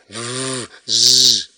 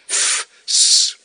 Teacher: De V en de Z, dat zijn stemhebbende medeklinkers. Om ze te laten klinken gebruik je je stembanden. · Shown in: first take · En dat kun je voelen als je bij het uitspreken je hand op de keel legt.